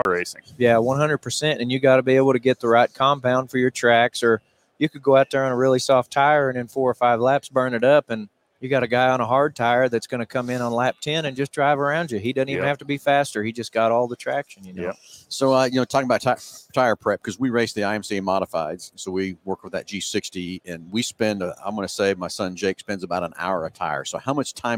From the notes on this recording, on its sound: Live from PRI Trade Show in Indianapolis, IN.